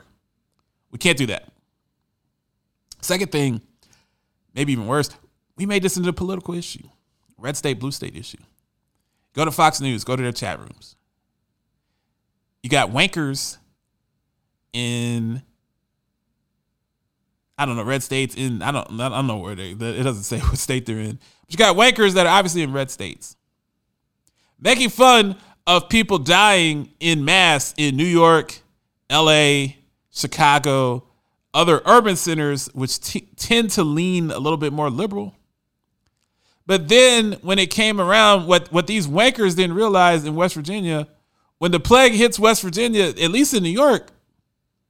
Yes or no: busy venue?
no